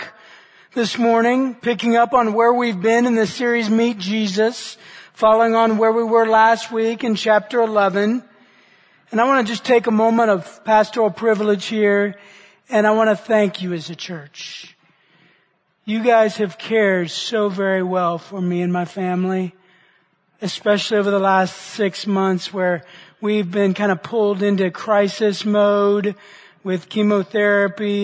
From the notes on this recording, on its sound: Which he preached at the Church at Brook Hills.